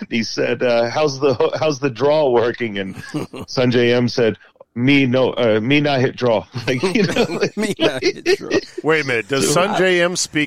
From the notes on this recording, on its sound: In the "Mobile Strike Studio". Joins by phone.